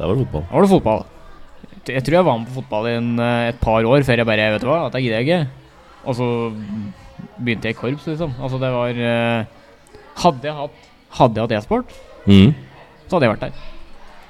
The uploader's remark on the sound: LIVE PODCAST